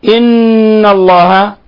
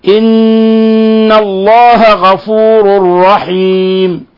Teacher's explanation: نون مشددة حكمها التجويدي أنها حرف غنة مشدد تغن مقدار حركتين